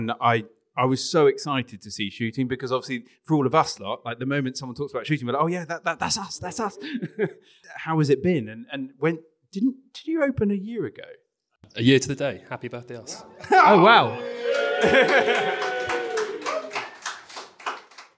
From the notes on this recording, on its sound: we recorded a special episode LIVE at Clays Bar in London